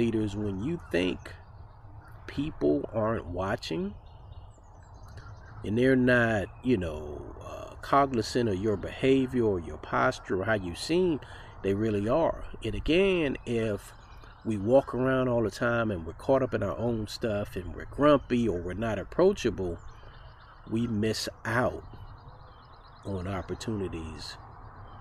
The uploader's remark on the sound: With the sounds of spring in the background